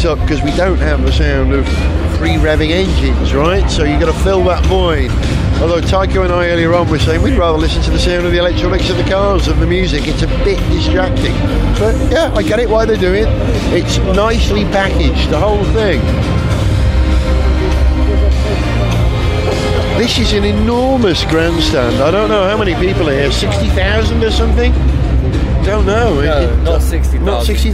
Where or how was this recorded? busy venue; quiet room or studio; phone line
busy venue